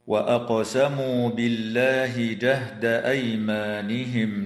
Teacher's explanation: تقلقل القاف من كلمة وأقسموا